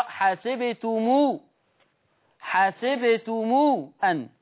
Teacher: قرأ ورش بصلة ميم الجمع في لفظ حسبتم، تقرأ حسبتمو، حسبتمو أن.